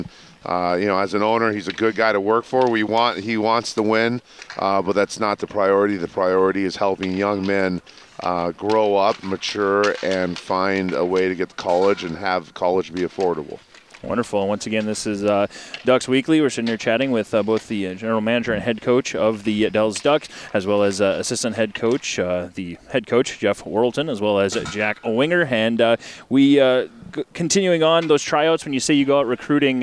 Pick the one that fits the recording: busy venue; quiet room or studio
busy venue